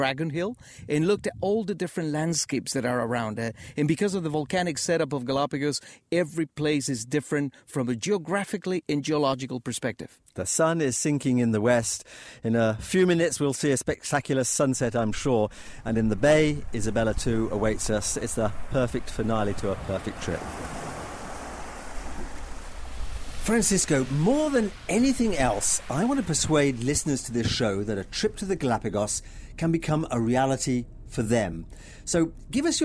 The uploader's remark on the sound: on location aboard the Yacht Isabela II, afloat in the Pacific Ocean